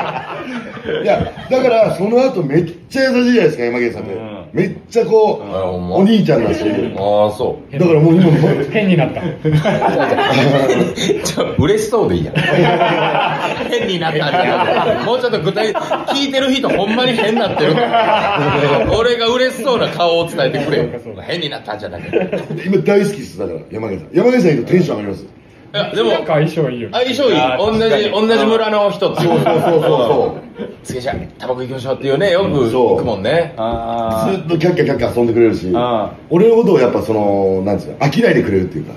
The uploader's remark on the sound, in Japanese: 本編とアフタートークのミックス。公開収録。